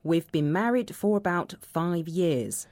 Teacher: When we're speaking, we often shorten the word have and just say v instead.